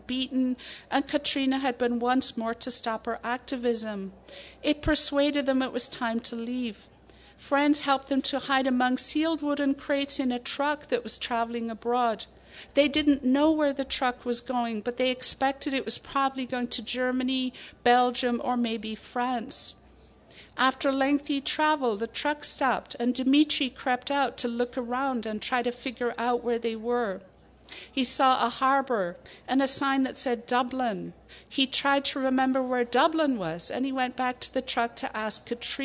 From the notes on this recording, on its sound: Excerpts from the 2014 Tucson Festival of Books Nuestras Raices.